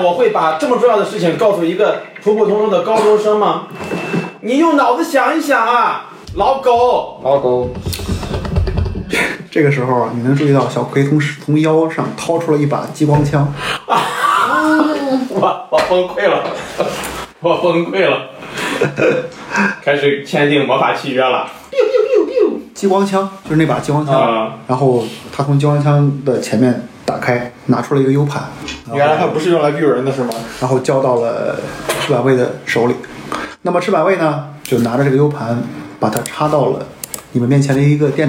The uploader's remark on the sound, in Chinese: 因为这次跑团时录制的设备并不专业，再加上环境和大家散座的位置，音质会比较差，调试之后改善不大。